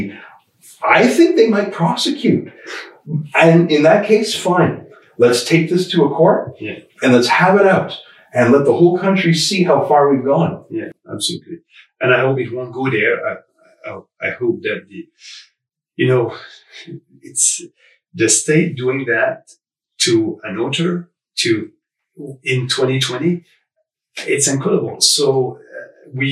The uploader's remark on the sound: We are sorry for the sound quality, we had some technical problems with the audio equipment.